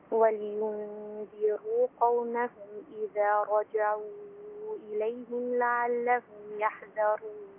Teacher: أعطي للكسرة حقها في اللام ولينذروا ثم نبدأ بالياء مضمومة رقيقة